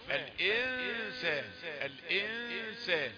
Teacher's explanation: أما تقولش الإنسان كده كأن النون مظهرة، نون مخفاة